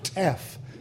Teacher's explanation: and tef has a t at the beginning. This is a ejective sound.